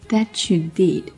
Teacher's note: t 加 z 同化成 ch